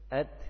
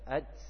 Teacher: Lidah antum berpindah dari makhraj ta ke makhraj huruf sin. · Shown in: second take · Term: makhraj sin